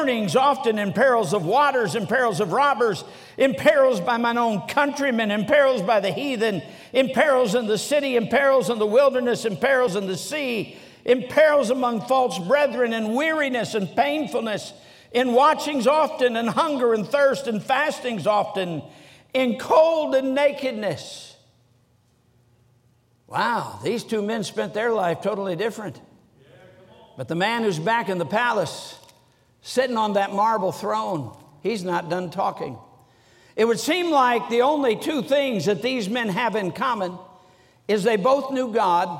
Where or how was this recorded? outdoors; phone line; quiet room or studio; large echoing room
large echoing room